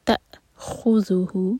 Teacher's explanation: تا کو حمزہ سے جوڑیں گے تو کٹ آف ساؤنڈ آئے گا. تأخذہ، خوا کے بعد ہے ذیل، اس کو زا کا ساؤنڈ نہیں دینا ہے، خوزو نہیں ہوگا.